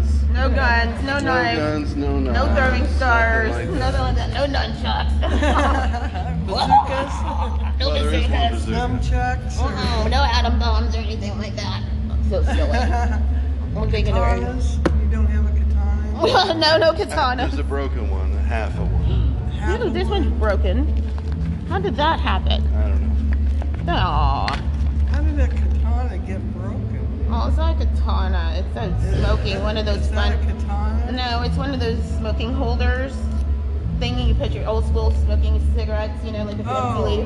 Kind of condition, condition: setting, busy venue